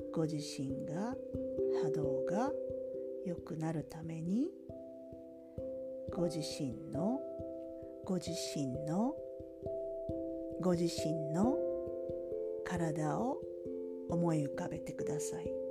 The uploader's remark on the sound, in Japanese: 声の調子があまり良くないので、声が小さいので、聞き苦しいかも知れませんが